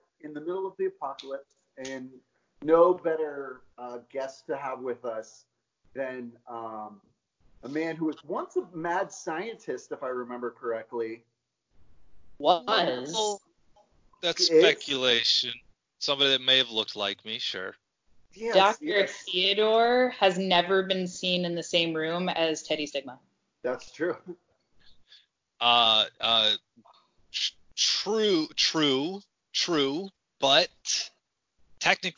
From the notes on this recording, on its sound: Skype it up.